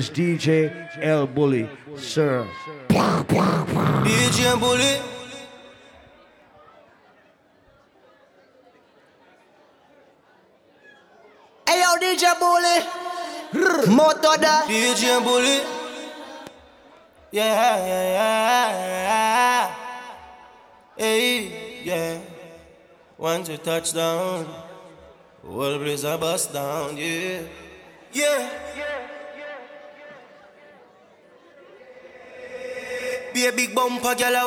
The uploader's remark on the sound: LIVE AUDIO! AT ISLAND SATURDAYS. Live audio recording of island saturdays.